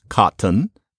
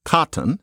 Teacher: before a syllable like n, when you've got the accent on the first syllable, there's a rule that the T changes into an uh · Shown in: second take